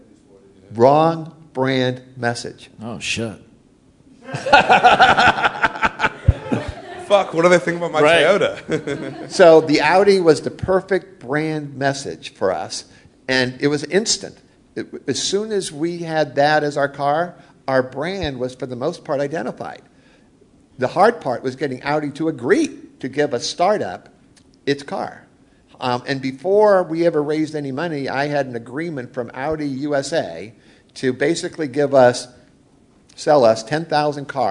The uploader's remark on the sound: Startup Grind Columbus. This is the audio recording from the live event.